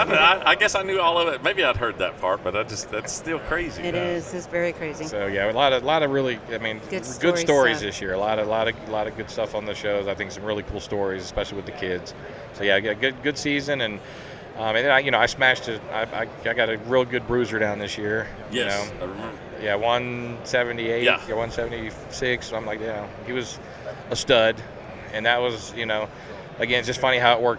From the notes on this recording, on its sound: ATA 2020. At the ATA Show in Indianapolis, IN during the Browning Trail Cameras takeover of The Break Podcast.